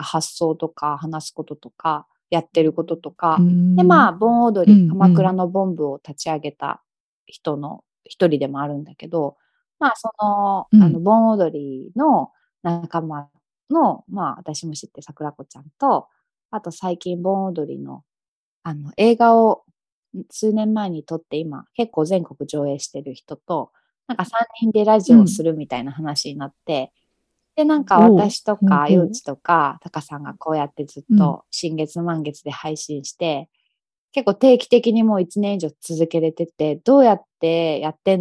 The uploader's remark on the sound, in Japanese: Zoomと、手元の機材で録音したものを編集。